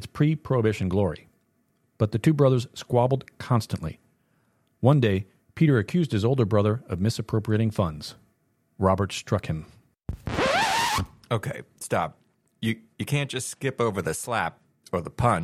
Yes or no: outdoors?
no